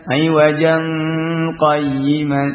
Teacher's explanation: Nun apa tanwin di sini bertemu dengan qaf dengan dibaca ikhfa, ya, hakiki.